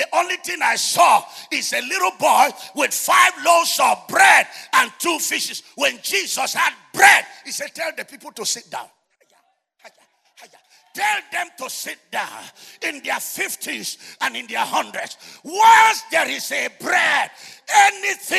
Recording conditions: live audience